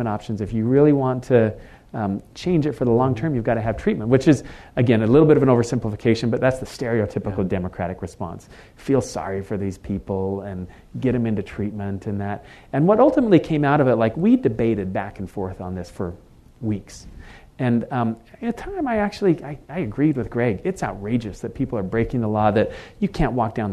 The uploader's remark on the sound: In front of an audience at KSL Broadcast House.